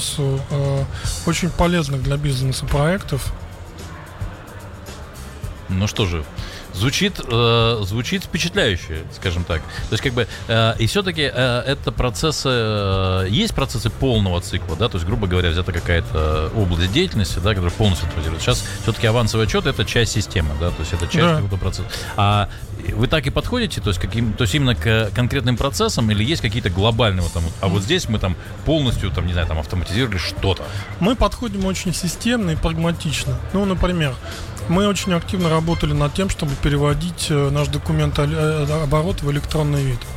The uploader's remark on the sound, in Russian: Делимся свежими записями интервью с конференции TECH WEEK-2023!